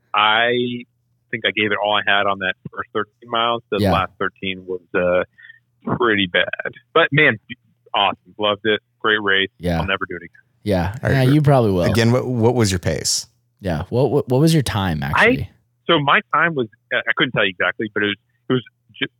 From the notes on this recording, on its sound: We get on the phone